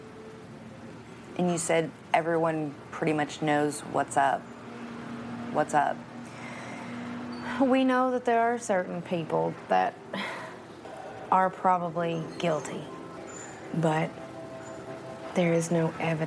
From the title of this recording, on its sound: Live Update from the Kentucky Bourbon Festival